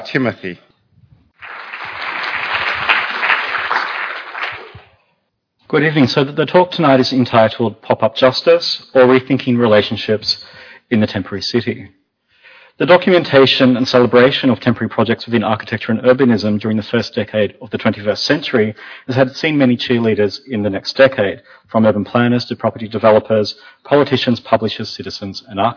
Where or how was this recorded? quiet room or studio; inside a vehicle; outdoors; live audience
live audience